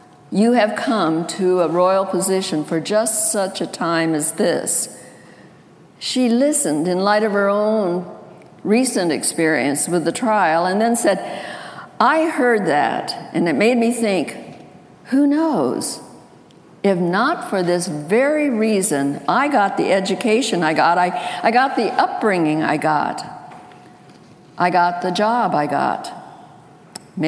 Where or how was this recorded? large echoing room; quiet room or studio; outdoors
large echoing room